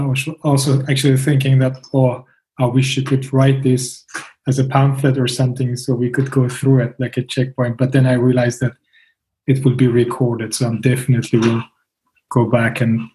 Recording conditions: video call